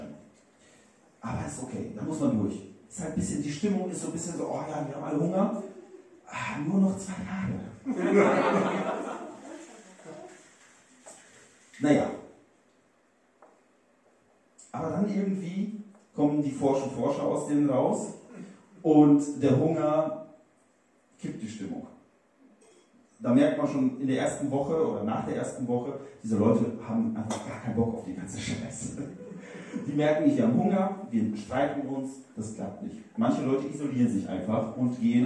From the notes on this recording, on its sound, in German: Live in Lüdenscheid. In der Räumlichkeiten der Bar "Frieda's" in Lüdenscheid aufgezeichnet werden konnte.